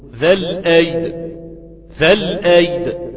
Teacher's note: لما أقف على ذو الأيد أو ذا الأيد، معلش أسف، لما أقف على ذا الأيد أقول ذا الأيد، ذا الأيد، مقلقل الدال مسكنها غير ما محرك، تحريكك للدال هيبقى إتمام لكسر، وإتمامك لكسر في حالة الوقف أو إتمامك لأي حركة في حالة الوقف يجي على الحركة تتمدد وتبقى عبارة عن حرفا كاملا.